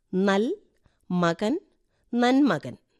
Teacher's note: നന്മകൻ എന്നതിൽ ലകാരം നകാരമായി മാറി. നെന്മണിയും അതുപോലെ തന്നെ, നെൽ എന്നതിലെ ലകാരം നകാരമായി മാറുന്നു. · Term: ആദേശസന്ധി